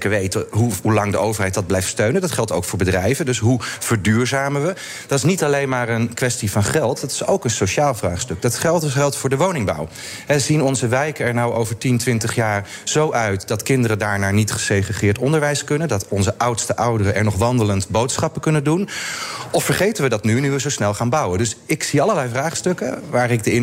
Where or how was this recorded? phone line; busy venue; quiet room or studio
busy venue